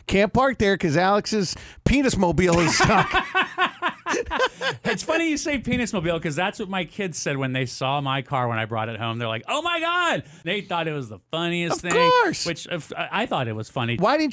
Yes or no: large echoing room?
no